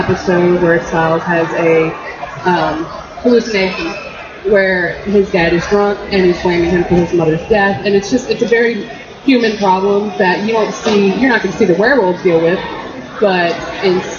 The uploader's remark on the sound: Live from Indy PopCon 2014